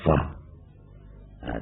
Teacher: Cái tiếng kết hợp giữa răng cửa trên và môi dưới thì có F